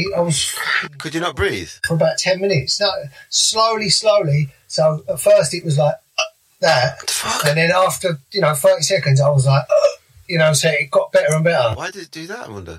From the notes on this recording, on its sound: We had many technical difficulties.